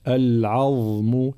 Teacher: العظم ترقيق العين، قش العظم، ثم بيان حرف الضاء، ضاء مشالة مخرجها طرف اللسان مع أطراف الثنايا العليا